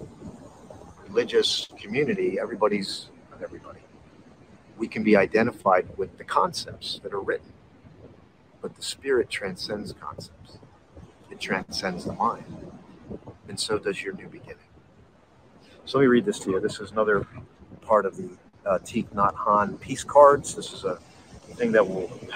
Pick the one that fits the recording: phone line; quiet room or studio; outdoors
outdoors